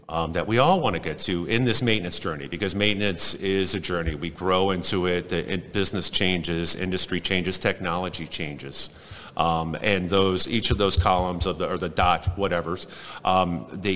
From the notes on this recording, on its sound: Industrial Talk is onsite at Hexagon LIVE